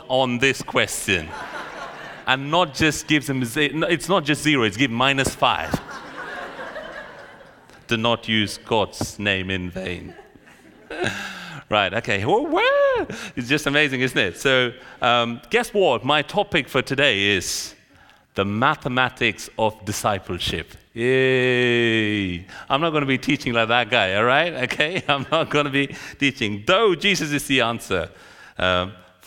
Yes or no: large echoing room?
yes